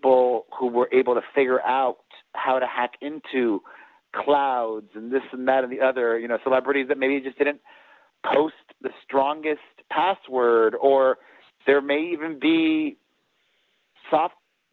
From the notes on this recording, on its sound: Called into the Rock Line last Season.